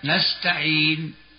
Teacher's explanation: أما المد الفرعي كما قلنا فإنه الذي يتوقف على سبب من همز أو سكون، فمن سكون مثل نستعين. إذا وقفنا الوقف يكون بالسكون، هكذا نستعين يسمى مدا عارضا للسكون